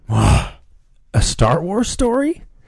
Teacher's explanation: There's like an indicator that you're supposed to have a rising tone.